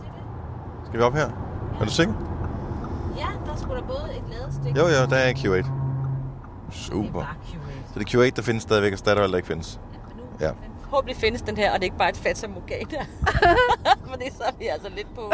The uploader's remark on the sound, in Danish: Optaget i bilen på vej til Aalborg fra Aarhus.